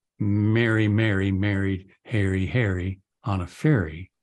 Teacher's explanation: for a huge percentage of the American population, the same vowel is used in all those words